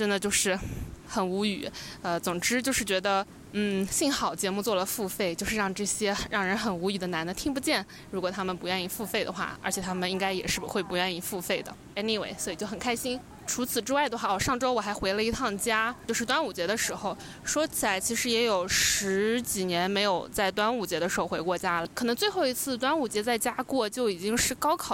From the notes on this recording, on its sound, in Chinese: 海南的大海。封面是昨天录音时面对的海。